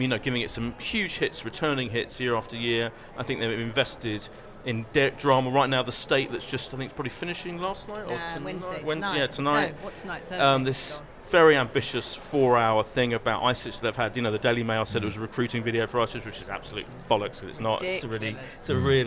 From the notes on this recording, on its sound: recorded at the Edinburgh International Television Festival 2017